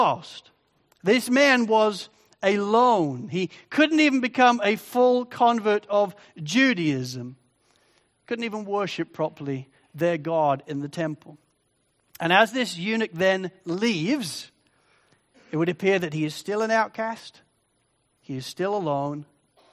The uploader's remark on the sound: Sermon recording from Sunday 4 Jun 2023